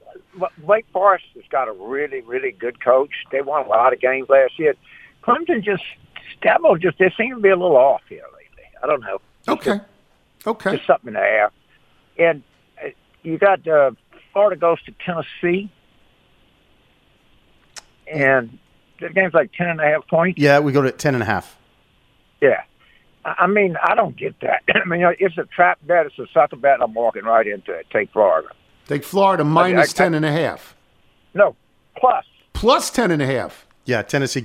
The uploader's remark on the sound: Calls in to go around the NFL. Phone in with their weekend picks.